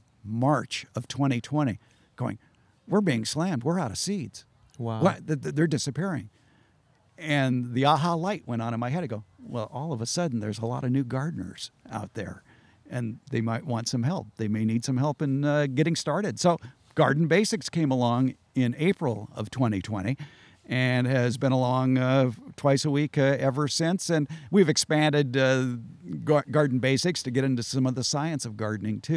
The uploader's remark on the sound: This episode was recorded in person at Open Garden Day at the Fair Oaks Horticulture Center in beautiful Fair Oaks, California.